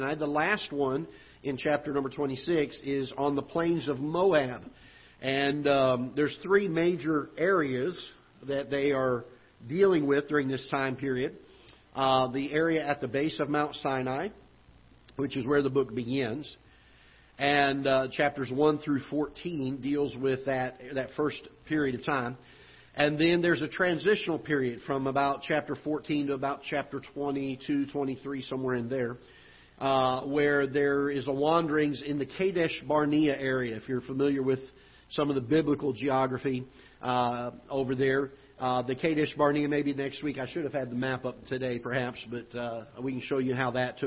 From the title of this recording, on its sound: Ketha Heights Baptist Church ~ Live Broadcast